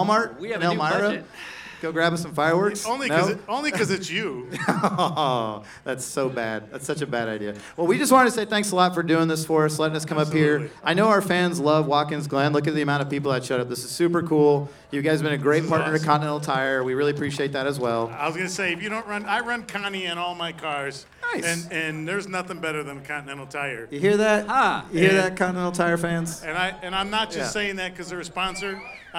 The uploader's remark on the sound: LIVE at Watkins Glen. Recorded live in Victory Circle during the weekend of the Six Hours of the Glen. 300 fans at Watkins Glen.